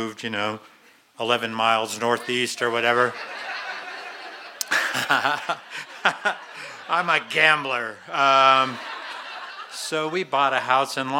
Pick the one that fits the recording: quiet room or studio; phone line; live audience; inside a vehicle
live audience